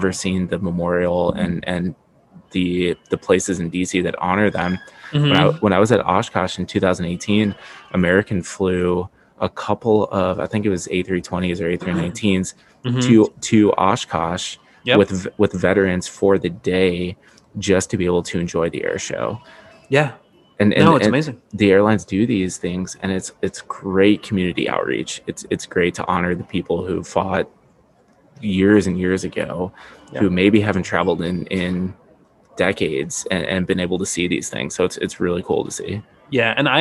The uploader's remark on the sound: This episode was taped from Delta’s SkyClub at Detroit so enjoy (or excuse) the background noise!